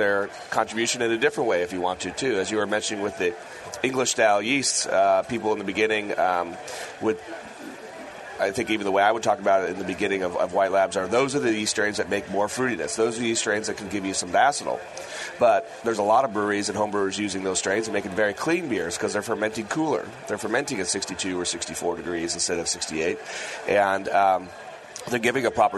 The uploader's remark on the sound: Broadcast live from the National Homebrewers Conference in San Diego.